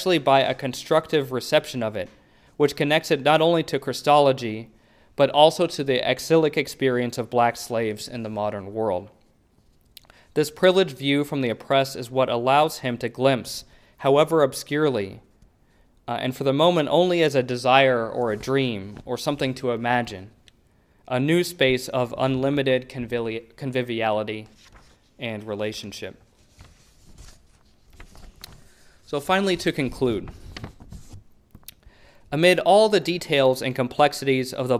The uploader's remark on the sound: A public lecture. At the University of Chicago. Which includes Q.